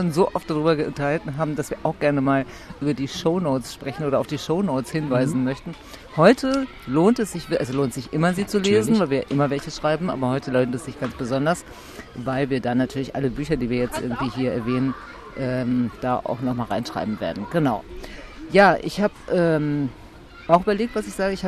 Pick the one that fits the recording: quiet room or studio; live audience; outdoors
outdoors